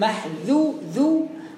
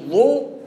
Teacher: وأنت بتقول محذورا رقق الذال عشان ما تبقاش ضاء · Shown in: first take